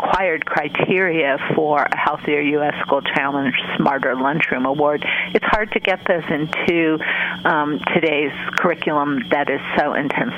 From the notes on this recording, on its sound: Asked listeners to call in about their favorite back-to-school innovations, and they did, from all over the country.